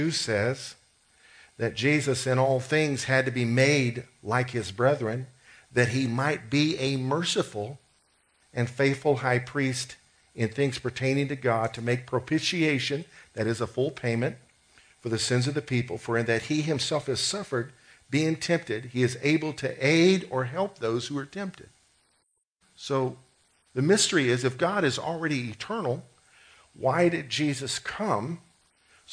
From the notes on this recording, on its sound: COMMUNITY THANKSGIVING SERVICE - 2016 - Audio. This annual event from the Lake Granbury Ministerial Alliance, hosted this year at Generations Church.